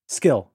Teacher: The K when it comes after the S in skill is non-aspirated.